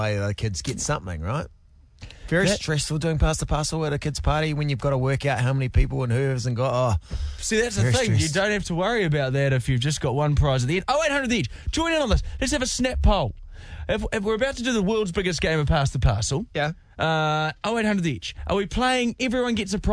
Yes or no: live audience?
no